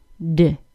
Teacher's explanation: The front of the tongue is blocking the air from leaving the mouth by pressing against the tooth ridge, that bony bump inside our mouth, just behind the top front teeth. When the tongue releases from this position, a small puff of air leaves the mouth. · Term: D sound